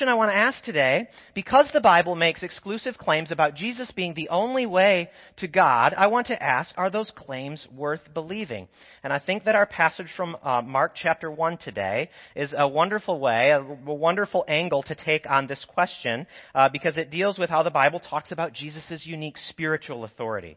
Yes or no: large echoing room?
yes